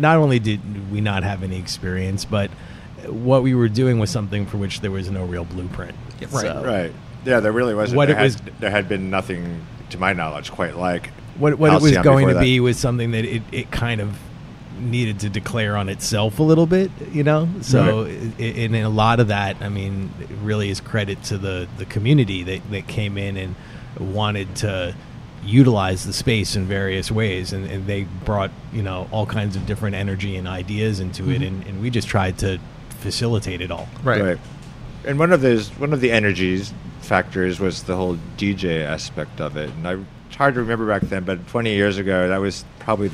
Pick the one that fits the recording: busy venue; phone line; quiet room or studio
busy venue